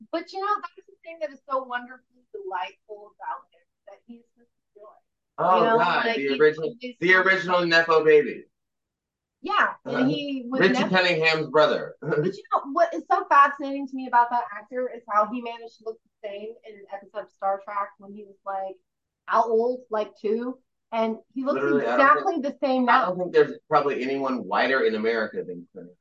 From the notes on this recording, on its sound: Sometimes when you do a zoom there is some audio you just can't fix